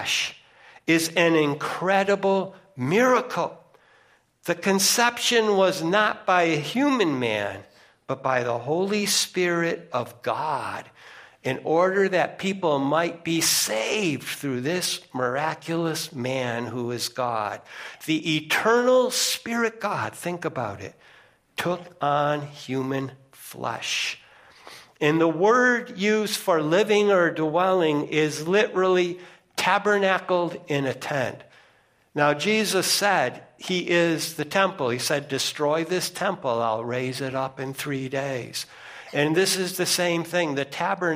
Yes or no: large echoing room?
yes